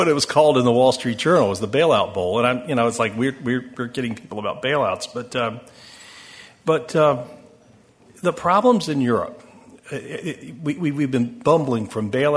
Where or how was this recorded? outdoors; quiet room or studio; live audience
live audience